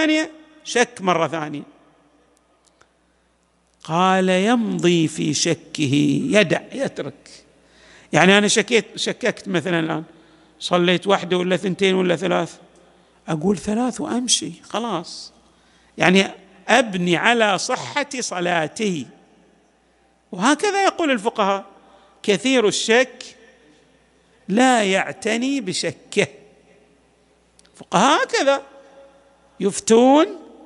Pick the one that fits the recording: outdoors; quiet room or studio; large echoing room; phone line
large echoing room